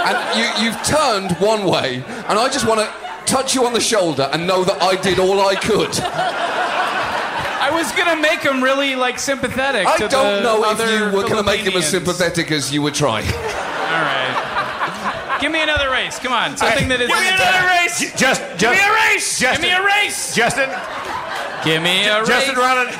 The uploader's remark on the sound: HARMONTOWN Live at Largo Coronet Theatre! (Presented in 128kbps Stereo).